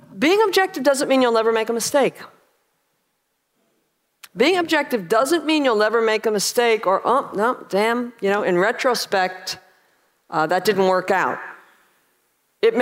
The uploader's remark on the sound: This talk was recorded at OCON 2023 in Miami, Florida